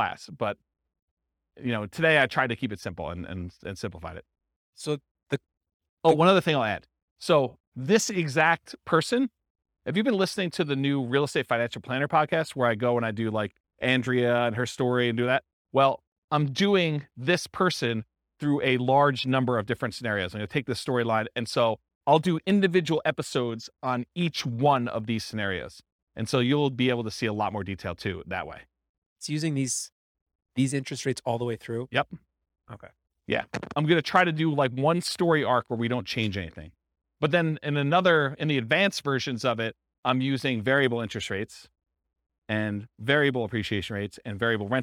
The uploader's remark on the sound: This was a live class recorded